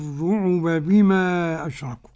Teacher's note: قرأ السوسي بإدغام الباء في الباء